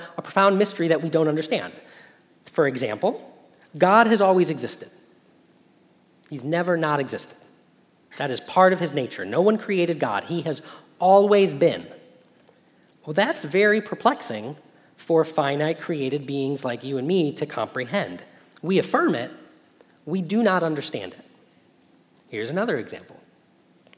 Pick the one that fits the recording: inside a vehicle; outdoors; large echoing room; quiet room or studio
large echoing room